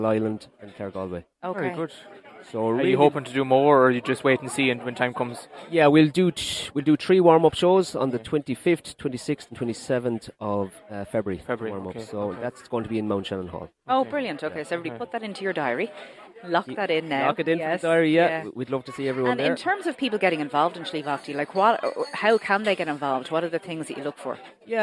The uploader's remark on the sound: LIVE FROM the Ogonnelloe exchange. Outside broadcast in association with Michael Long Construction.